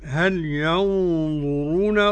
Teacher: إخفاء حقيقي والغنة مفخمة لأن الغنة تابعة إيه لما بعده